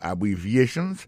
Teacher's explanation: Abbreviations, accent tonique la, tombé sous troisième syllabe la. Dans mot ça, il y a quatre syllabes.